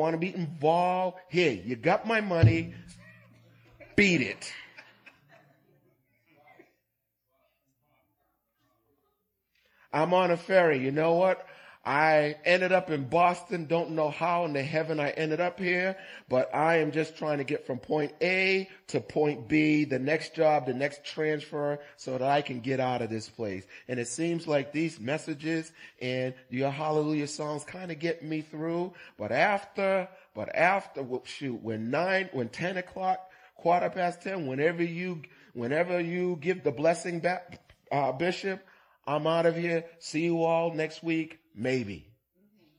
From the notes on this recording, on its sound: Recorded on 2016-11-20 at the 08:30am Service.